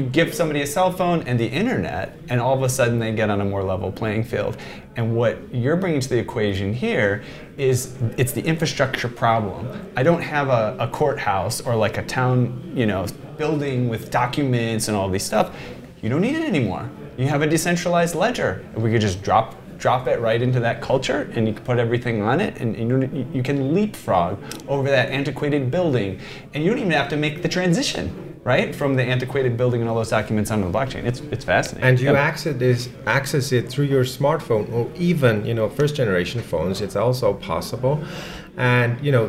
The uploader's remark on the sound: Coming to you from Davos Switzerland during the World Economic Forum 2022 conference